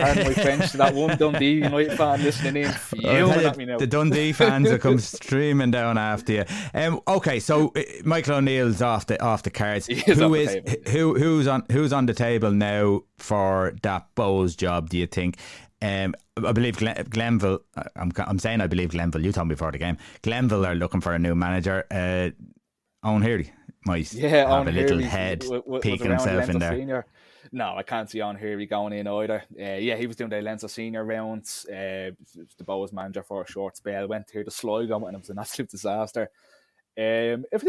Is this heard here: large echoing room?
no